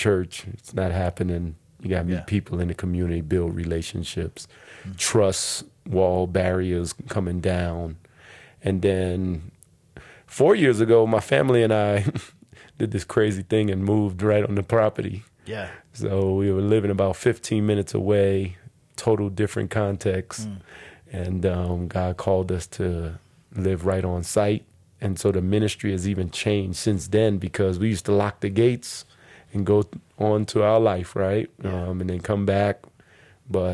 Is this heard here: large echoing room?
no